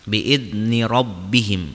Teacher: ro-nya dibaca tebal karena ro-nya berharokat fathah · Term: hukum tafhim